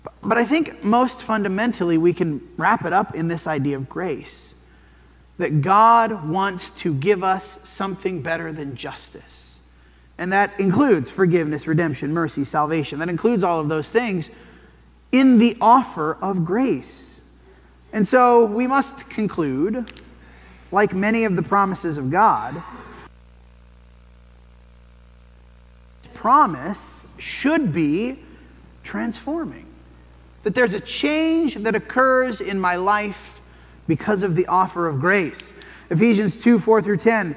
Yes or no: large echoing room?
yes